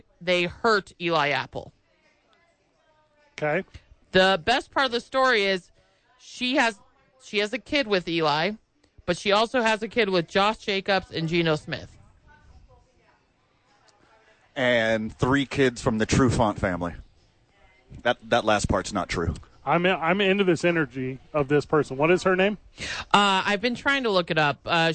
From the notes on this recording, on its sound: live from ABQ AXE